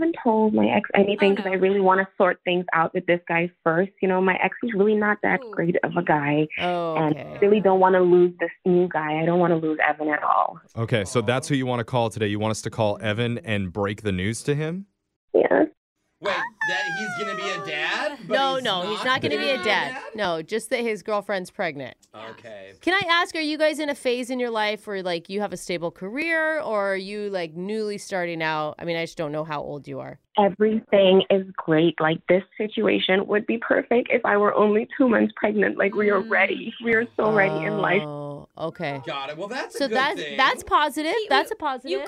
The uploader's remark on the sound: Awkward Tuesday Phone Call